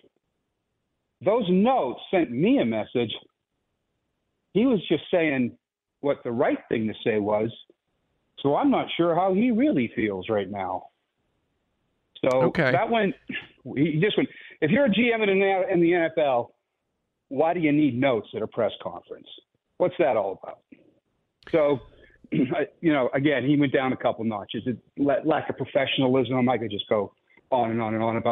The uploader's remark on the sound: opened the phone lines and allowed the listeners to weigh